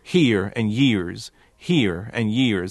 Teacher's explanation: But when he says here and years, he's dropping those R's, whereas someone from Appalachia would force those R's and would say here and years.